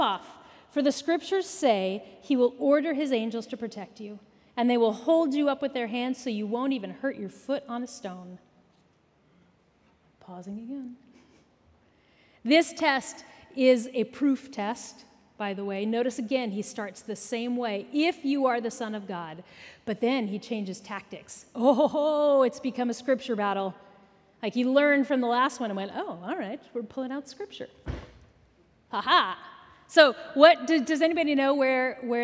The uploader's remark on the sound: Recorded at our Sunday Gathering in Port Orchard WA, on August 27, 2023.